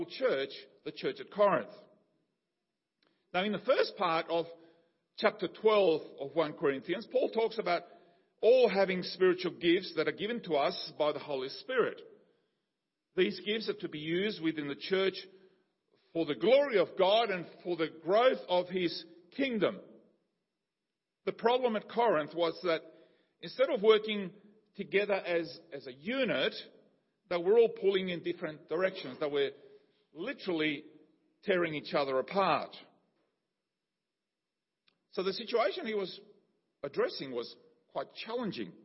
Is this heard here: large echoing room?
yes